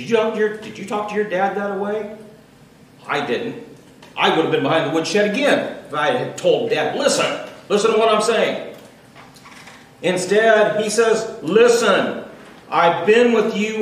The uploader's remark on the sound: Recorded Live June 17th, 2018.